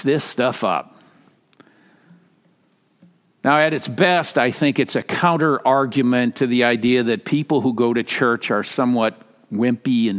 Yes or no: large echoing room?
yes